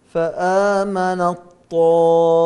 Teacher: فآمن الطائفة، هنا التاء بعدها طاء، التاء ساكنة والطاء متحركة، أدخلنا التاء قلبناها إلى طاء وأدخلناها في الطاء ولم يبقى لها صفة مثلا من استفال أو ترقيق أو غير ذلك. · Term: إضغام كامل